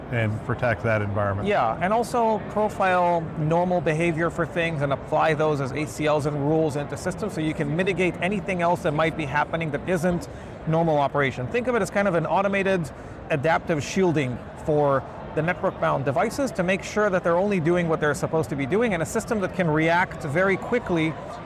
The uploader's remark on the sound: an Interview in Action live from HIMSS 2023